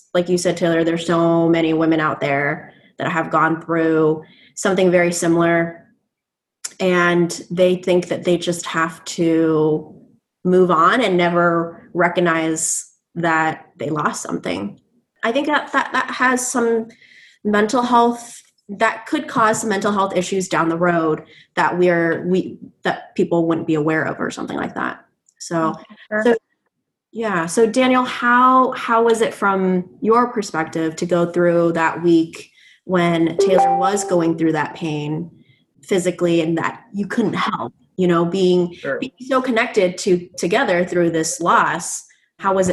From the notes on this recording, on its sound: Via Zoom chat.